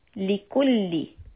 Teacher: make sure that you don't stretch the lam kasra to more than one count